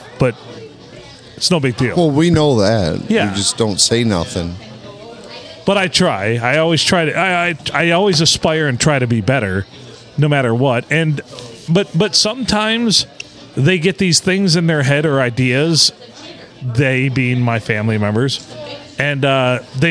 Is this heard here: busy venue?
yes